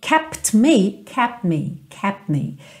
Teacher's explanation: eu acabo não ouvindo esse T, porque eu já tô com meus lábios fechados no P